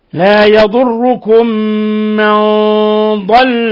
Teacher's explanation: ونلاحظ تفخيم الغنة، تفخيم الغنة نظرا لتفخيم حرف الضاد لأنه حرف استعلاء وحرف إطباق